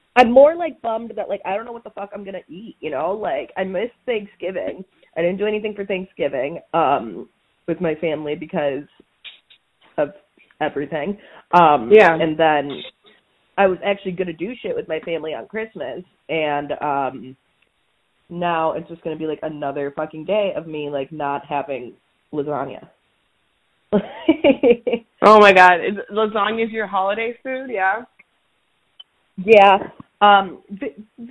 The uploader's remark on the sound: so we recorded over the phone!